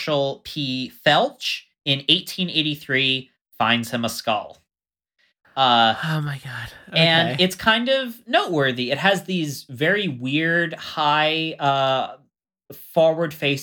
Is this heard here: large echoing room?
no